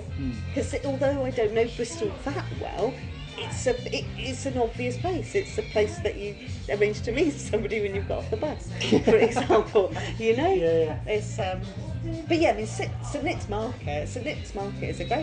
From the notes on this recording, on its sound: Your host talks to himself in public and hopes people just think that he's on a strange phone call.